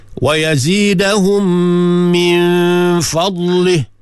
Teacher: dengung mim mati bertemu dengan mim